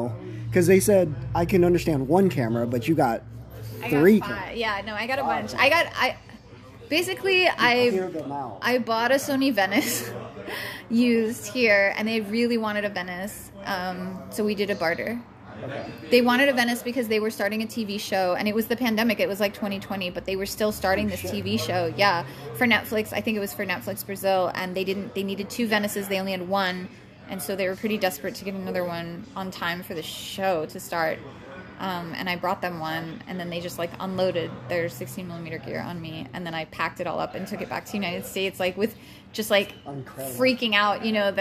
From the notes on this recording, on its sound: Live from ASCF clubhouse (also known as The Cigar Warehouse).